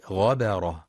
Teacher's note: ينتبه القارئ لترقيق باء غبرة، فلا يقرأ غبرة بتفخيم الباء